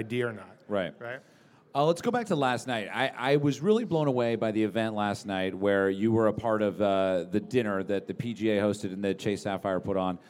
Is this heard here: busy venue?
yes